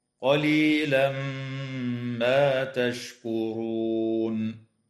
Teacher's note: يدغم التنوين في الميم مع الغنة في قوله تعالى قليلا ما، وتنتهي الآية اتفاقا عند كلمة تشكرون، ويوقف عليها من قبيل الوقف التام هكذا قليلا ما تشكرون.